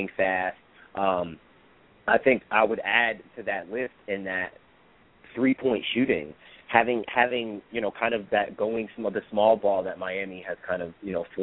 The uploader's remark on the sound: Our hosts and live callers